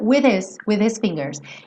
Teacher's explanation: você nem ia perceber que aquele H não foi pronunciado